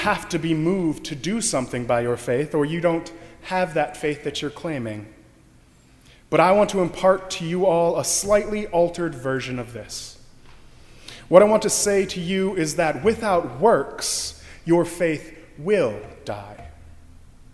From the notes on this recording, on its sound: during the Heritage service (11:00 am) on Sunday May 22, 2016, at First Presbyterian Church of Arlington Heights, Illinois.